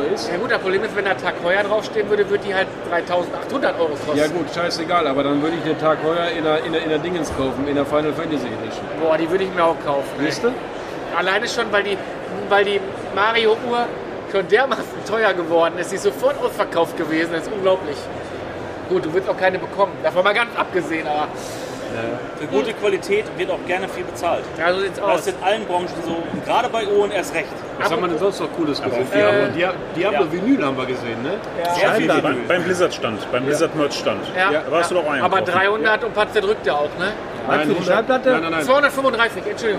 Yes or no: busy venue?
yes